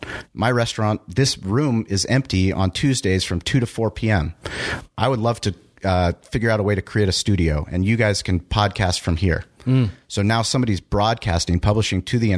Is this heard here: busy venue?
no